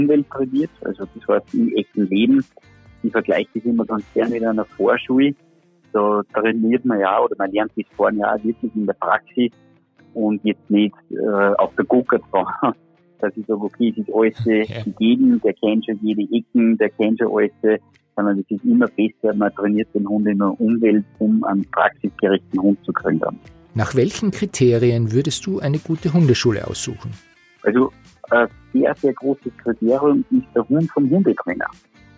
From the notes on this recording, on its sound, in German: Telefoninterview